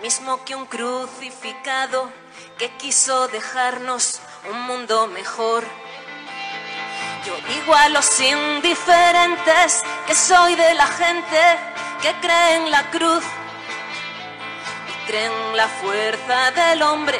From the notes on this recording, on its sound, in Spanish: Un programa grabado en vivo en la Basílica-Parroquia de Santa Engracia de Zaragoza, en el transcurso del encuentro interdiocesano de voluntarios de Radio María de la zona Aragón-Soria.